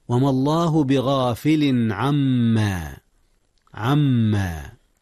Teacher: أدغم النون في الميم إدغاما بغنة.